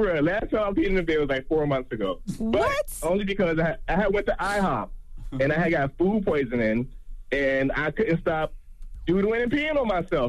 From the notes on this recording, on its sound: We opened up the phone lines. We let our callers get off their chest.